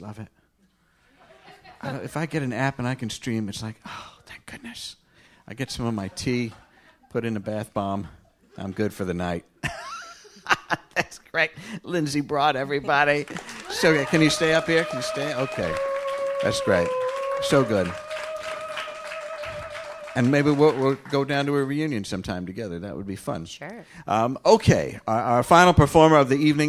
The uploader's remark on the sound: Recorded live at the Slipper Room in New York City.